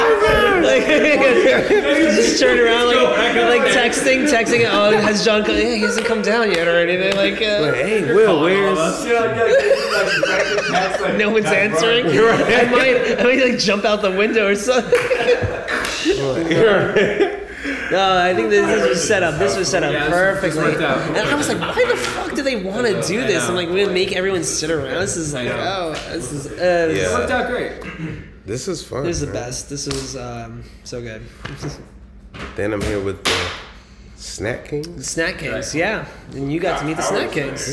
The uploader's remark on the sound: Recorded in front of a live audience for the first time.